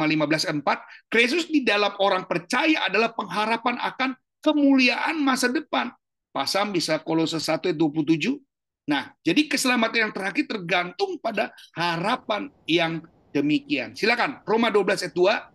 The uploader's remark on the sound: Audio Zoominar